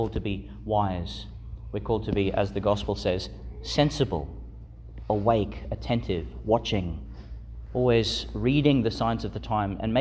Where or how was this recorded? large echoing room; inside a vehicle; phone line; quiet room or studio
large echoing room